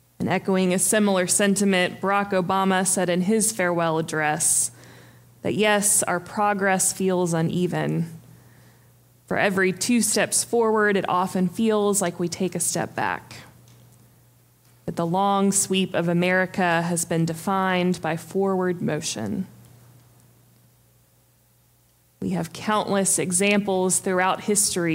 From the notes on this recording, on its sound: Preached on January 15, 2023 for our MorningSong Worship Service.